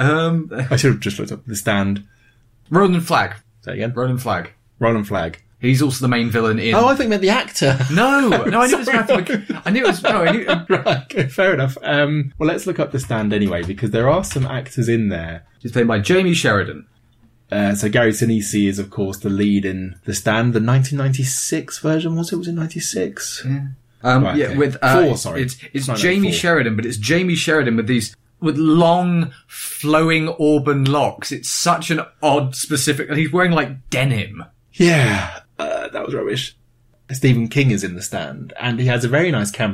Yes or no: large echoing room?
no